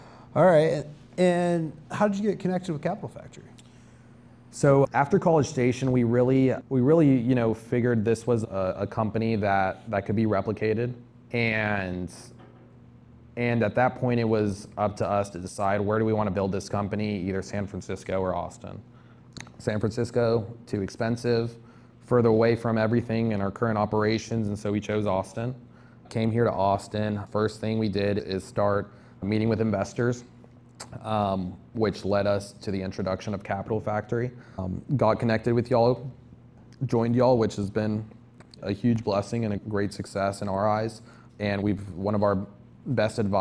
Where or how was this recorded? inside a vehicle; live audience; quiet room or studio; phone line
live audience